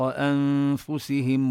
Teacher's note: النون نخفيها عند الفاء، ننتقل من الهمزة إلى مخرج الفاء ونبقي الغنة، لا نطيل كثيرا إنما نظهر الغنة.